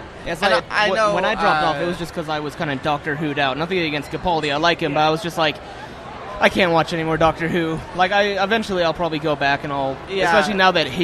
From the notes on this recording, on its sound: broadcast live cdom Wondercon 2018 in Anaheim